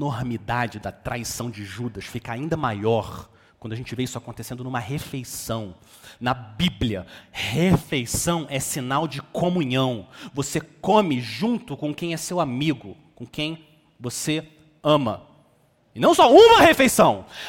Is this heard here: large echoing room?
yes